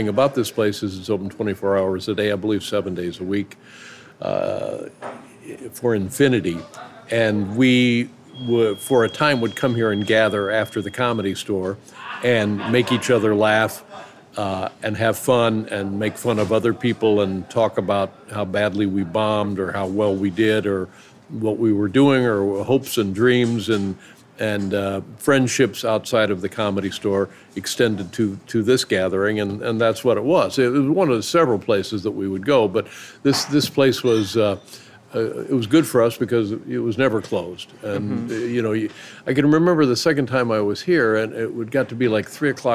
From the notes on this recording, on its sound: This conversation was recorded at Canter's (a famous 24-hour Deli in Los Angeles) right before the world shut down.